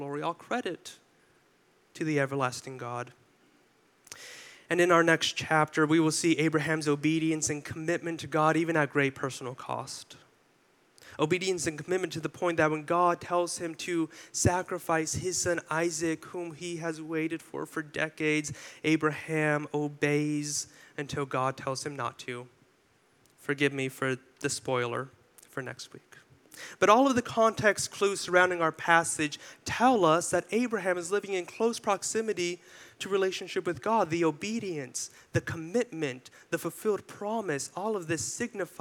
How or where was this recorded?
live audience